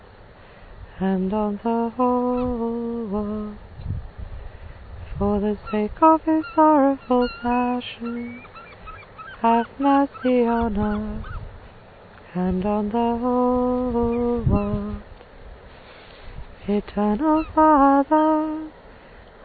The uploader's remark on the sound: This was recorded by the sea in North Cornwall